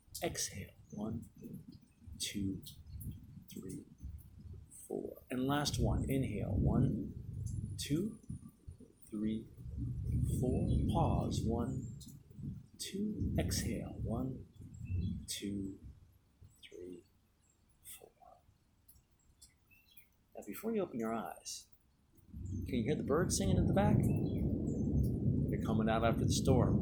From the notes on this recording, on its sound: Just HAD to cover this afternoon's epic rainstorm - live from the front porch!